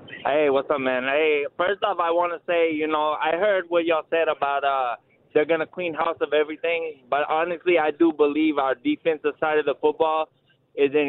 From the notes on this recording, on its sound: allow listeners to call in and share their thoughts